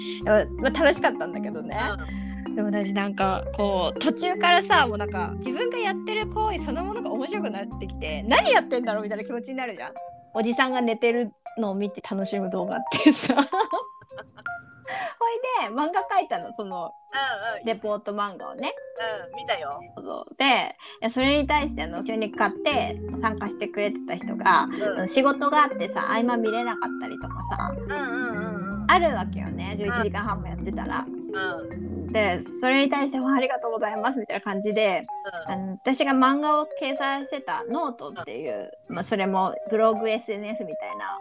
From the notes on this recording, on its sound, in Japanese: 運転中のため、音声が聞き取りにくくて申し訳ございません！